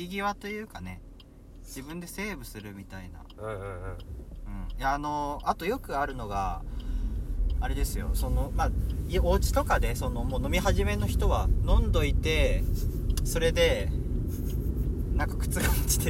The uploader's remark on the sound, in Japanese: 運転中に収録しているため聞き苦しい部分があると思います...